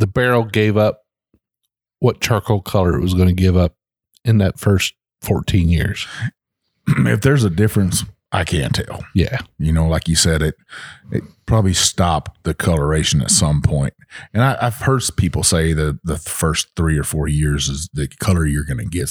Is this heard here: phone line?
no